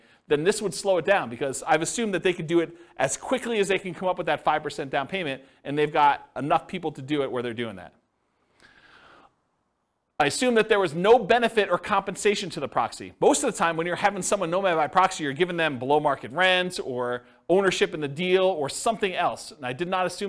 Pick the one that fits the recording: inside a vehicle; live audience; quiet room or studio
live audience